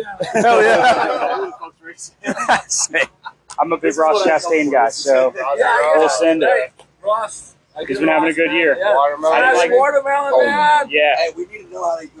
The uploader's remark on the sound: LIVE from Talladega